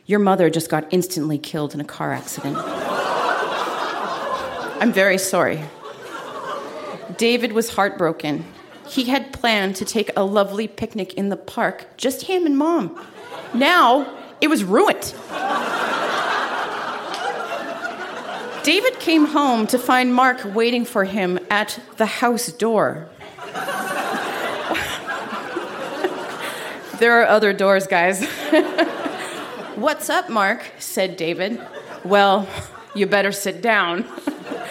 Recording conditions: live audience